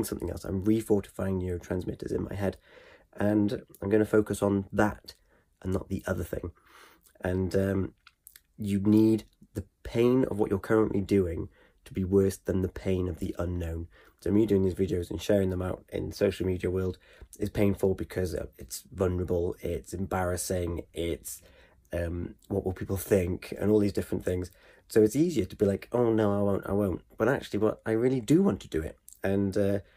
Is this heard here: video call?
no